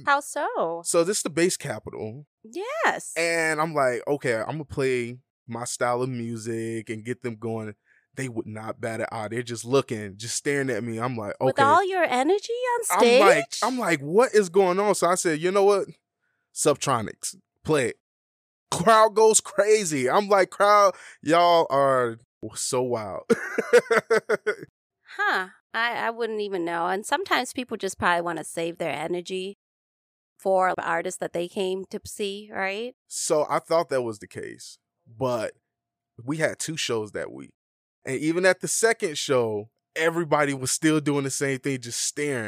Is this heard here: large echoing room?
no